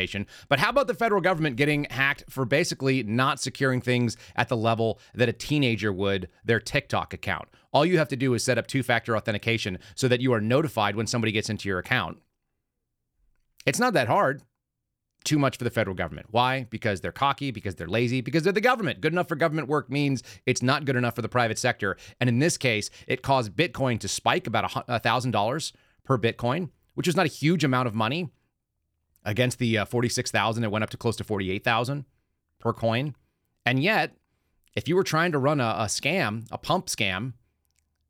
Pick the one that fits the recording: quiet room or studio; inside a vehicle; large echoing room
quiet room or studio